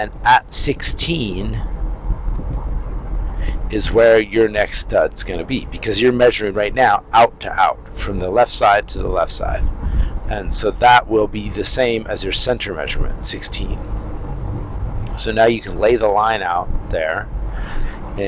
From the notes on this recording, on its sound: now I'm back to rambling in my car